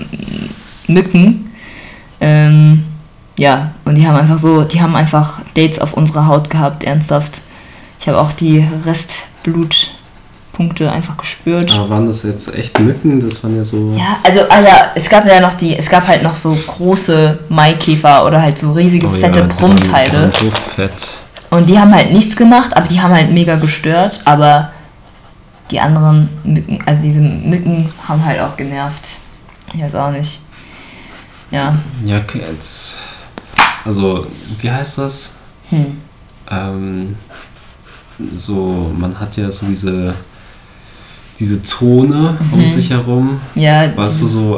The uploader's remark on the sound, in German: Die Audio ist etwas übersteuert